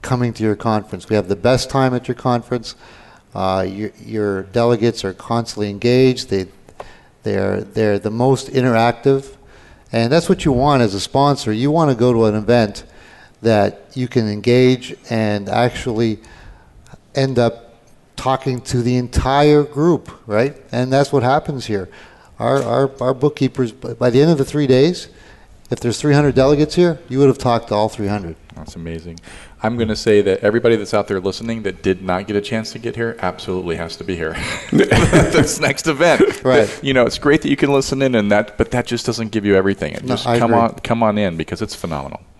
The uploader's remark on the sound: Live Broadcast at the The IPBC IGNITE Conference. 2016 IPBC Ignite Confrence.